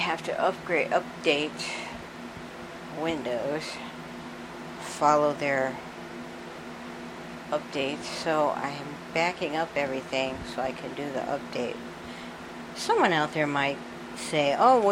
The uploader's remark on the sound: I'm sorry for the fan and for a couple of cutouts in the mic that was minor so I left them in.